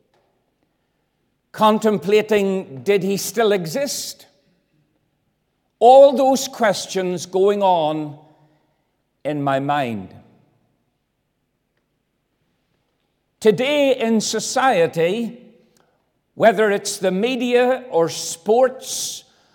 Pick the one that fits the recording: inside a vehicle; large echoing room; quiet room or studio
large echoing room